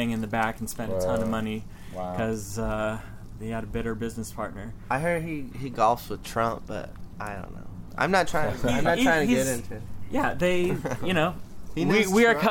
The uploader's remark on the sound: We recorded this at their awesome, brick and mortar store in Fullerton, California. Everyone was stoned and happy.